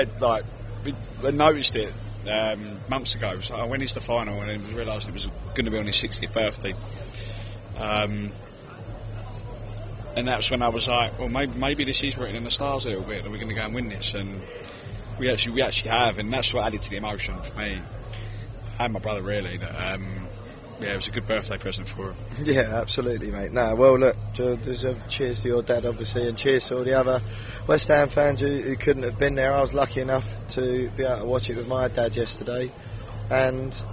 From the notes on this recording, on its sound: LIVE FROM PRAGUE. Met up in the middle of Prague the day after to record this episode.